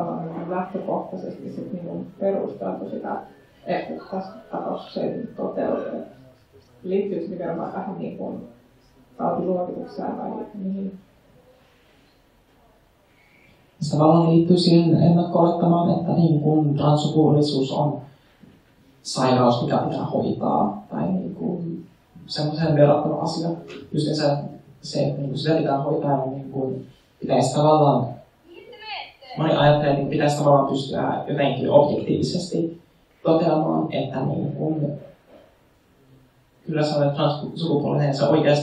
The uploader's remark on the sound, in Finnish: Luento järjestettiin Ulkoparlamentaarinen toiminta 2020-tapahtumassa Oodissa lokakuussa 2020. Ulkoparlamentaarinen toiminta -tapahtuman luentojen tallenteet.